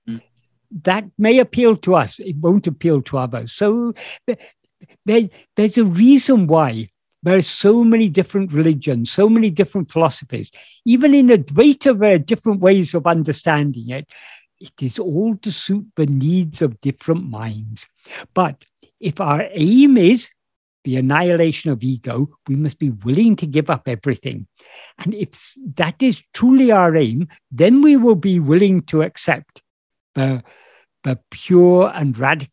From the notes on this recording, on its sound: In a Zoom meeting